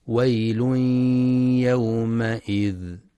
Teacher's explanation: ينتبه القارئ للإدغام بغنة في تنوين الضم الذي جاء بعده حرف الياء